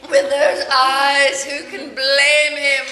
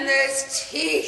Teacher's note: the syllables, get drawn out, like the way you say eyes, blame, even teeth